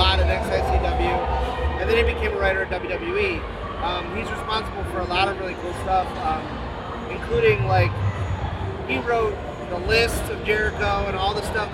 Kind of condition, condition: setting, busy venue